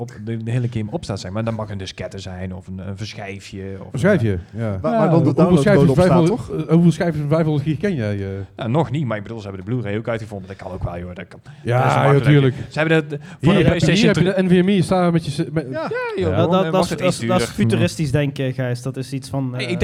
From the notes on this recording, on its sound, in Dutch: We Namen een Podcast op met LIVE publiek! Deze week is het de 2e editie van de Mwah Gaming Podcast LIVE! Voor een live publiek in Dynamo Eindhoven!